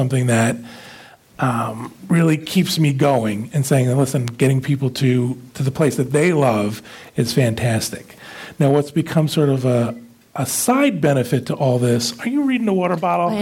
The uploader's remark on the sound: Recorded live at the New England DIS meet for Give Kids The World. The live audience also steps in and tells their stories.